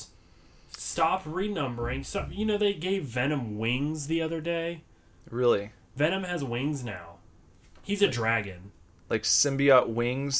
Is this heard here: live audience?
no